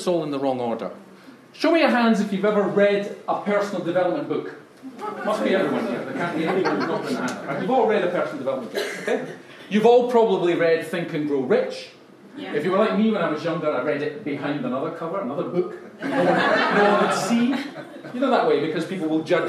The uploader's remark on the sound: Live TEDx Style Talk - London Feb 2019